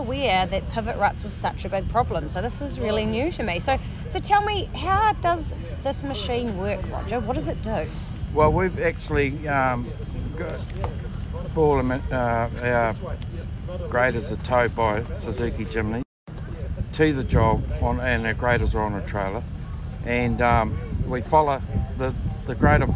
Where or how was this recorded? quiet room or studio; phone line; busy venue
busy venue